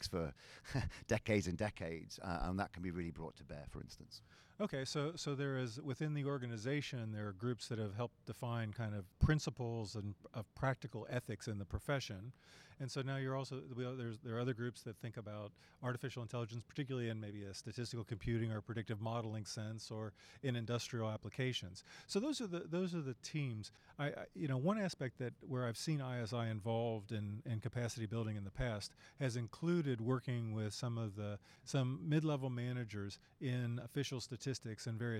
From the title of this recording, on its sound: Live From the WSC